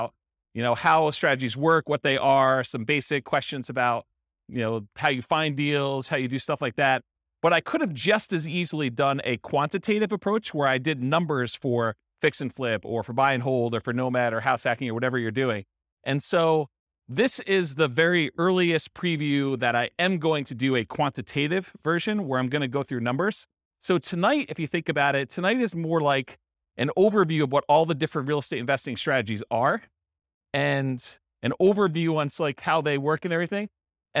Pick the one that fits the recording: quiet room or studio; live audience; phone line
live audience